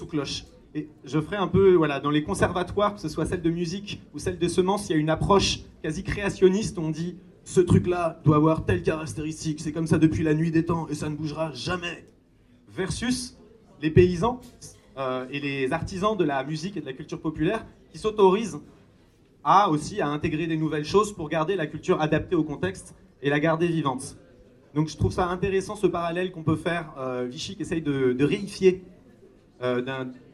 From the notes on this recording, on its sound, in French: Cet épisode a été enregistré lors de la fête des Semences Paysannes Maralpines, le 9 décembre 2023 à Antibes. La Maisons des Semences Paysannes Maralpines (la MSPM) avait organisé une table-ronde au cours de cet événement.